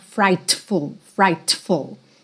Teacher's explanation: esse T que tem no meio da palavra frightful, você não precisa marcar